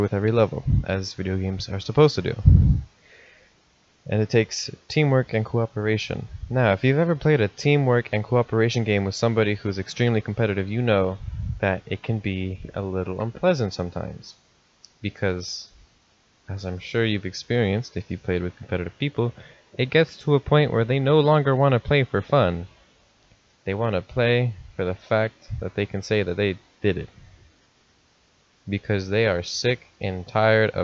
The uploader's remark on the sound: I'm still working on fixing the mic!